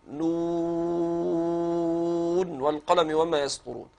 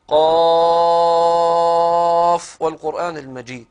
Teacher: كم عسل نقص بدون العين تمد مد لازم 6 حركات قولا واحدا. العين فيها الوجهين فيها 4 و6، والألف تنطق كما هي ولا تمد.